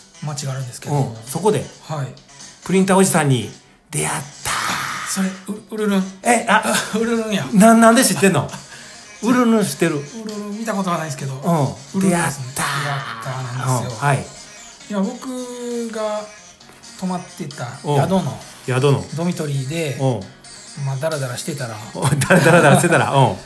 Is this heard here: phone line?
no